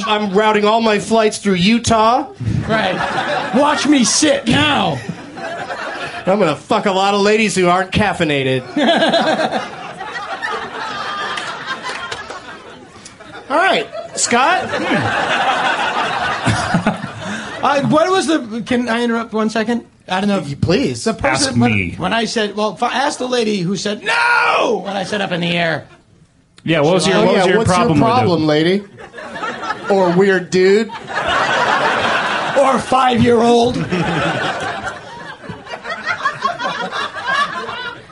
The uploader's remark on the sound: On this special SF Sketchfest edition of I Love Movies. Recorded live at The Punchline in San Francisco, January 16th, 2010.